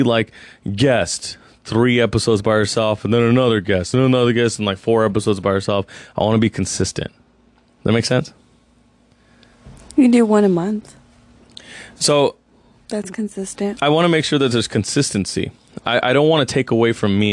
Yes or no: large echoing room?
no